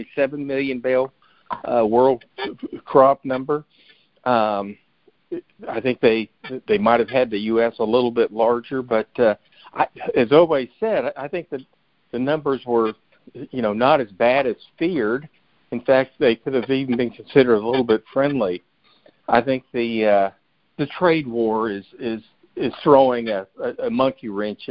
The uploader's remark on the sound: Monthly Conference Call